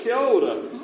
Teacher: you get this running together of all those vowels